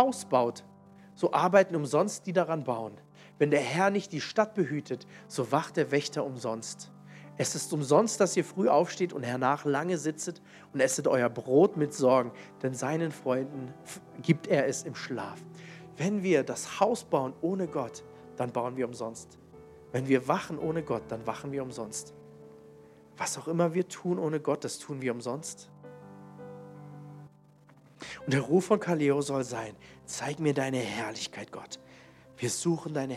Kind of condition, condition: setting, large echoing room